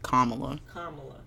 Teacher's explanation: Emphasis on the ka, the first Kamala. Syllable.